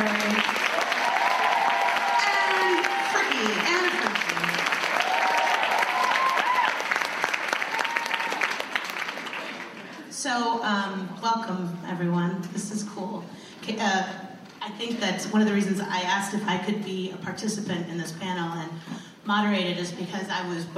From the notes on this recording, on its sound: Dawson's Creek writers room reunion. Recorded at ATX Television Fest in June 2015.